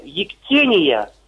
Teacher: правильно, как я знаю, «ектения», ударение на второй слог